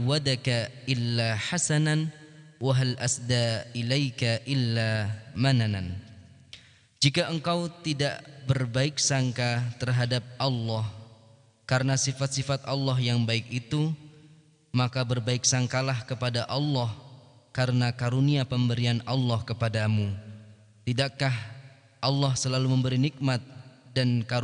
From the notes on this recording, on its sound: LIVE dari Masjid Daarut Tauhiid Bandung